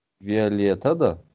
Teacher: я произношу как это одно слово, поскольку вот это «да», «да», она сращивается. Она прям срастилась с предыдущим словом. То есть я не говорю Виолетта, да, как бы, это как ты Виолетта, как бы. · А, мы говорим слитно. И ударение, оно у нас не, не на «да».